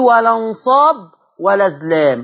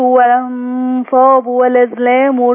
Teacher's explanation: شال الهمزة وياخد الفتحة ينقلها على الساكن. لازم شرط لما ينقلها على حرف ساكن.